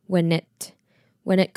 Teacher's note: When it 可以做一个连音，把 N 跟 it 连在一起变成 knit